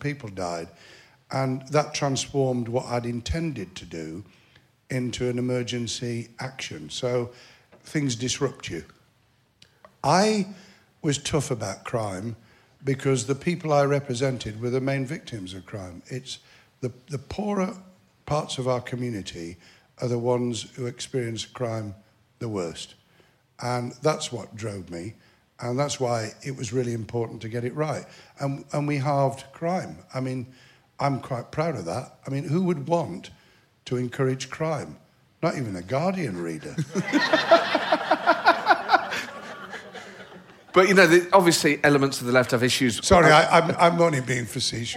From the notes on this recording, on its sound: As you can hear, the audience hung on his every word... One member in particular which led to an emotional moment near the end of the show.